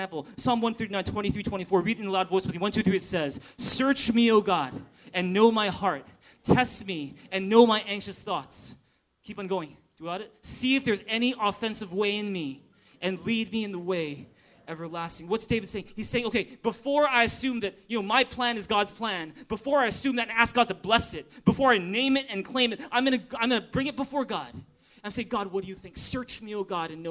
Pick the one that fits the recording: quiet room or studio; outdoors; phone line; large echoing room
large echoing room